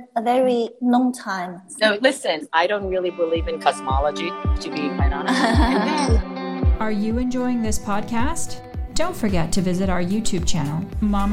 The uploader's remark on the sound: recorded on instalive during the pandemic